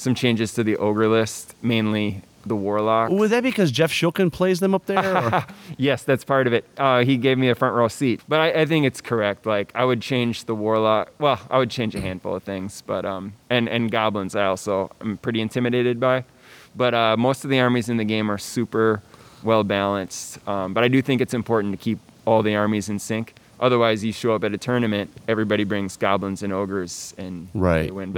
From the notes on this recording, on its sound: We bring you the next batch of content recorded at this year’s US Masters in Omaha.